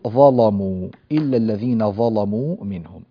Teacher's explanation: ولأن هذه الظاء مفتوحة فقد غلظت اللام، غلظت اللام.